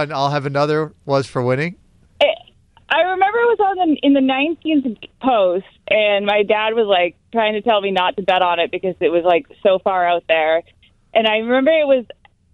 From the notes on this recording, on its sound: Listeners called in to tell us